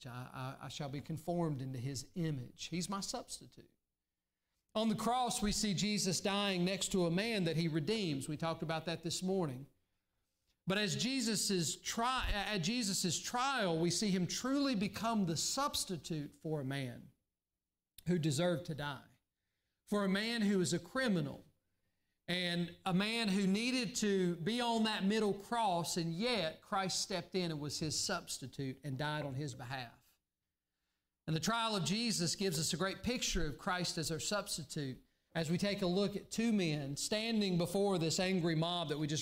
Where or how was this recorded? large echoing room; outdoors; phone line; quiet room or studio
large echoing room